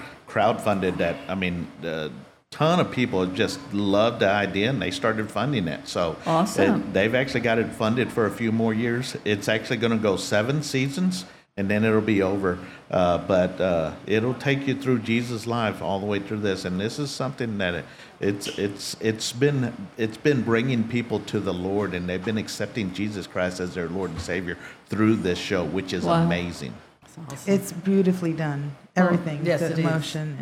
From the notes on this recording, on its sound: This week, recording live from Old House BBQ in Carrollton, Texas.